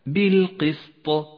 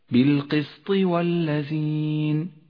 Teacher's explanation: في حالة الوصل تسقط صفة القلقلة لأنه لا بد لك أن تقرأه بالكسر · Shown in: second take